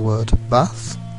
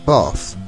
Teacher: the open, short vowels in the north, such as the word bath, where in the south it would sound more like bath, a long A